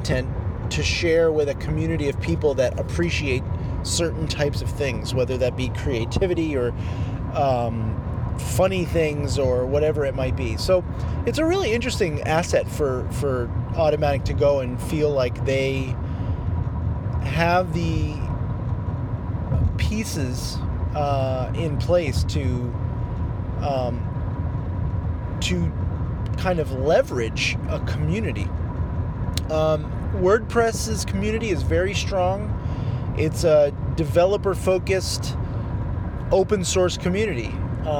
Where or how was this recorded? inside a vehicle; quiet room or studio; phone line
inside a vehicle